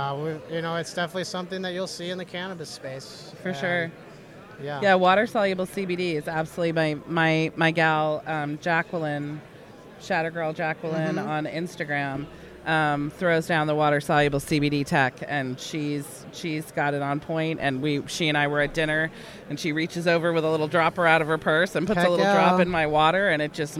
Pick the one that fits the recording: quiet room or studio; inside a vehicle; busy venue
busy venue